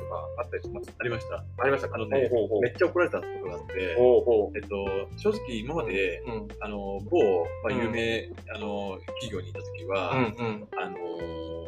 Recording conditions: background noise